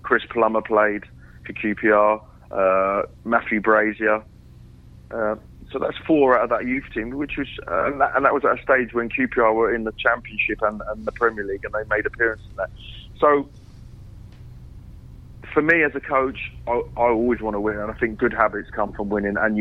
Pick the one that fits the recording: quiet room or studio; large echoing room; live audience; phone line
phone line